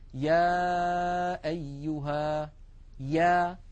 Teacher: فهي تخرج من وسط اللسان ولكن المخرج غير منقفل · Term: حرف الياء